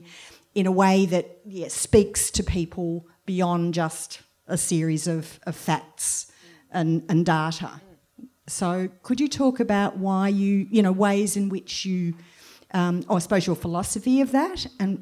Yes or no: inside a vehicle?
no